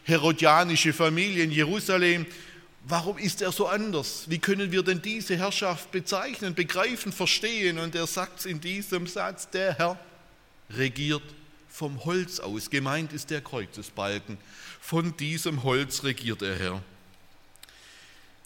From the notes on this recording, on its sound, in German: aus dem Gottesdienst der Liebenzeller Mission